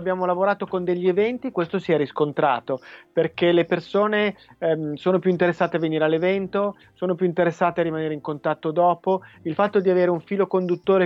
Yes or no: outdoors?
no